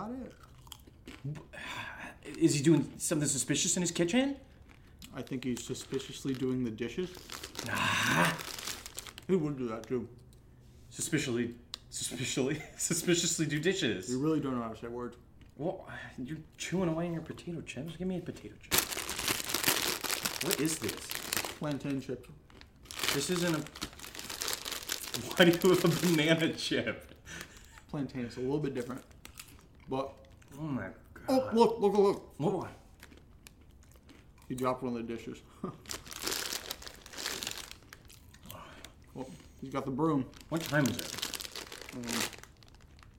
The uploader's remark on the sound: DUE TO HOW MAJORITY OF SEASON 1 WAS RECORDED, I AM UNABLE TO RAISE THE AUDIO LEVELS. WARNING, ADS MAY BE NOTICEABLY LOUDER THAN THE EPISODES THEMSELVES.